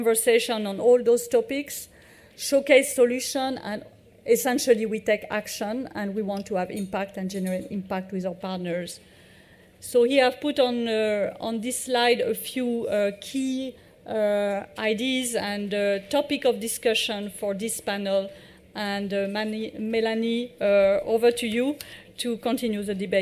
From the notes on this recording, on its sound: recorded in partnership with DWF, live at EG's Pavilion at MIPIM 2023